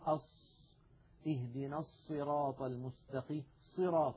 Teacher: عند الصاد تجده يضم ويزم شفتيه إلى الأمام · Term: استعمال الشفتين